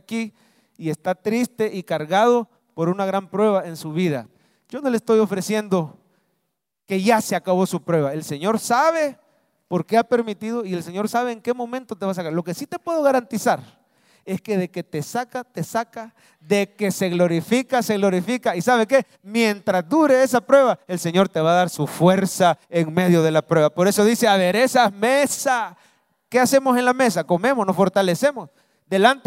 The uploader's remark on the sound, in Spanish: Mensaje predicado en vivo desde el Centro Familiar de Adoración, domingo 16 de abril 2023, culto de 9am